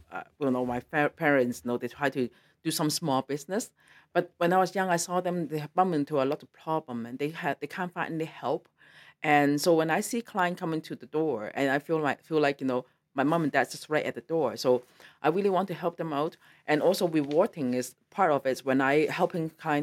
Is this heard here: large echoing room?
no